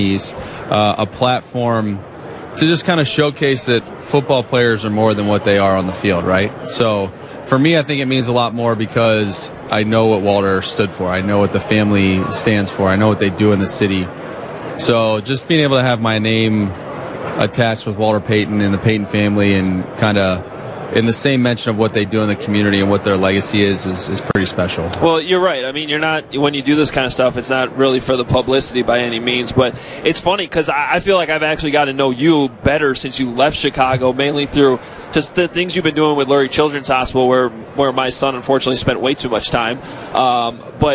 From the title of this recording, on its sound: Live From Radio Row Day 4